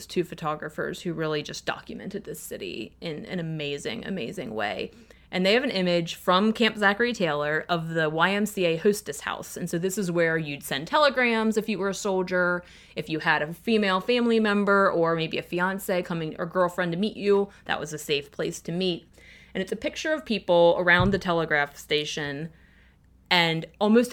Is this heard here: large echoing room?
no